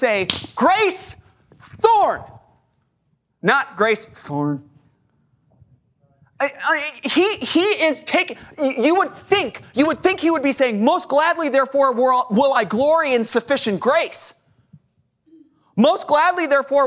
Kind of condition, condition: setting, large echoing room